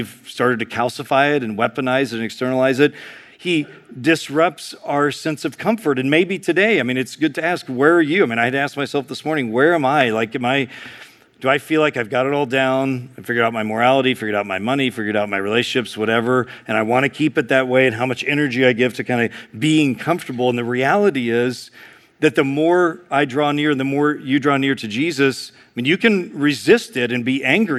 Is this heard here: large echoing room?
yes